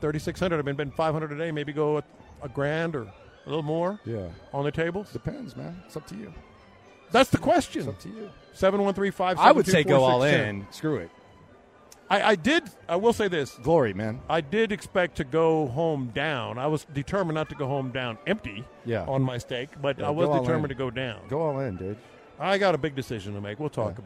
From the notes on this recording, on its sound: LIVE in Vegas